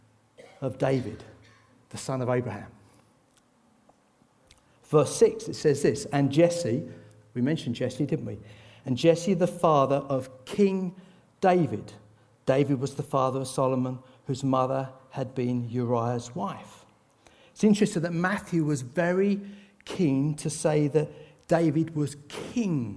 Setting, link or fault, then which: setting, large echoing room